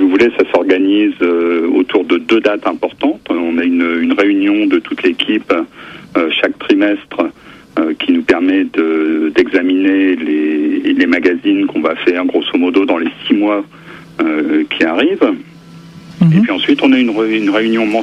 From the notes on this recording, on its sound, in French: par téléphone